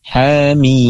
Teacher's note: Hamim yaitu dibaca ha-nya dua harakat.